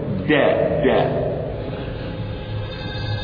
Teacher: الدال طرف اللسان مع منبت الثنايا العليا